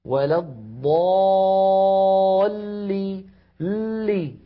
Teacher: اللام أيضا في كلمة ولضالين مشددة تتألف من لامين، اللام الأولى بين الرخوة والشديدة زمنها يحتاج إلى جريان ضئيل مساو للحم، ولضالي لي ها لامان، ل هذه اللام الأولى، لي هذه اللام الثانية.